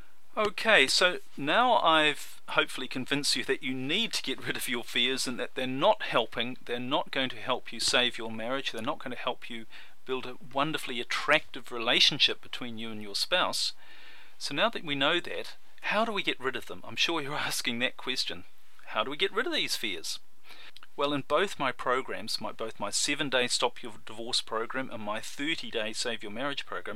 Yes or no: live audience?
no